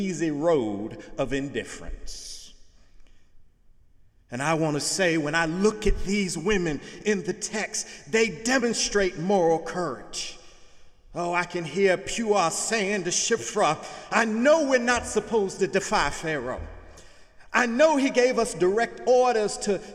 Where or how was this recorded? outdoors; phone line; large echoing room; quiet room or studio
large echoing room